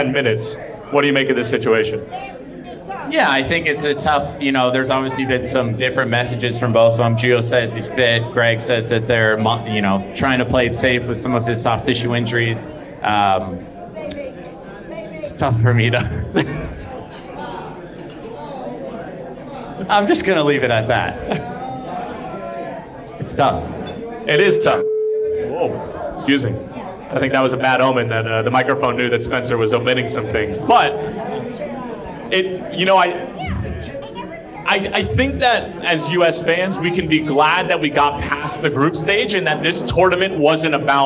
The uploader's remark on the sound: LIVE at the Fire Pitch